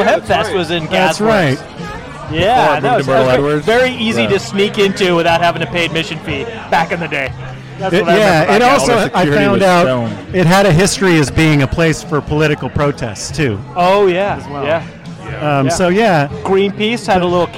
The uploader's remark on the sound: The Northlake Tavern & Pizza House in the University district. Recorded live at the The Northlake Tavern & Pizza House.